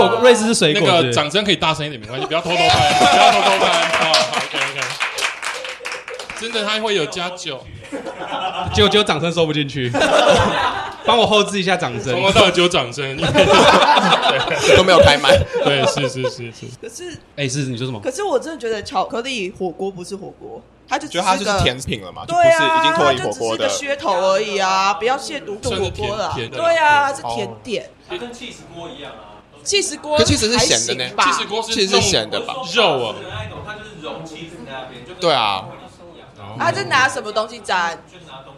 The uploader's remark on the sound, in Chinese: 這次的 Live Podcast 活動非常感謝咖哩逗陣贊助場地